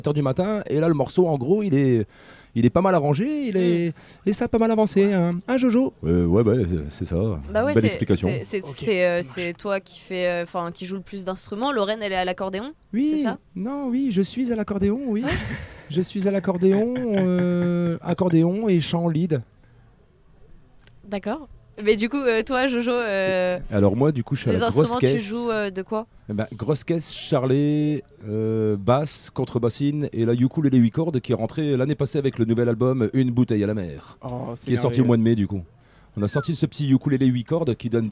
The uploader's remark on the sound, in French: aux Bichoiseries Festival 2023